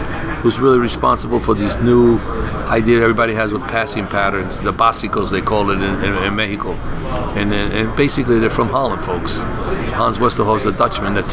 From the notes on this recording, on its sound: was recorded live last week at the United Soccer Coaches Convention in Kansas City